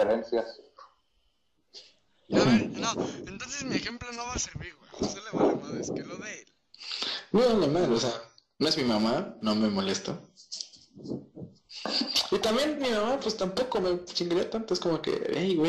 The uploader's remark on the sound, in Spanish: Lamentamos el Audio fallo